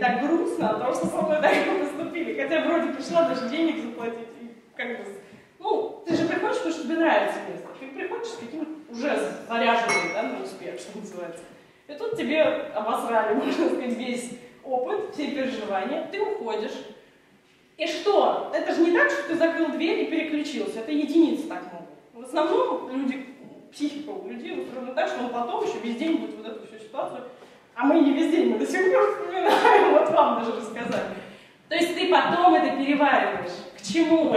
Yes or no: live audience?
yes